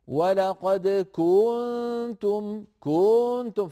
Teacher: أما أن يأتي القارئ إلى حركة من الحركات فيطيلها زيادة، مثلا يقول ولقد كنتم فيمط زمن الضمة، سيتولد من هذا المط واو